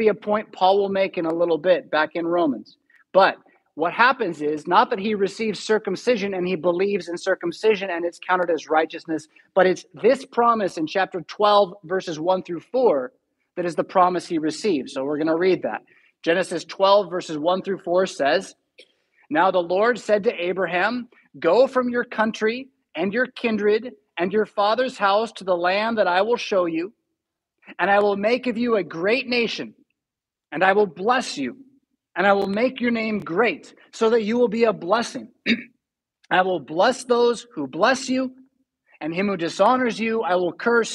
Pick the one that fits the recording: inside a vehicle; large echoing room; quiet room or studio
large echoing room